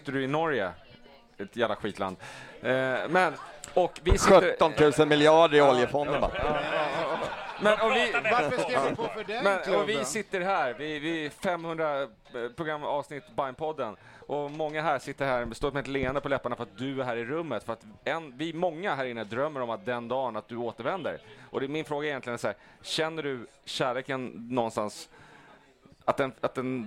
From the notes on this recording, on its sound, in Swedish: Live från Twang och med publik